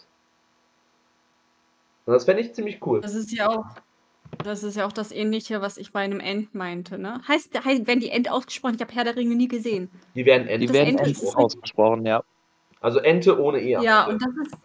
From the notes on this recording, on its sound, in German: Bitte entschuldigt den Ton während der Folge.